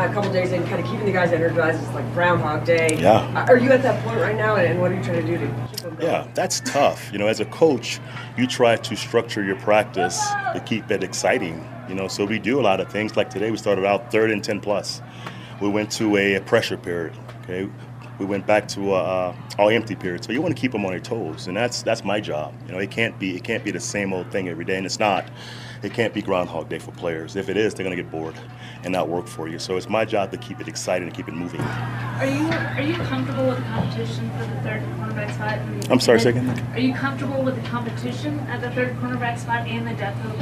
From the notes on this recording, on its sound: Live from Broncos Training Camp.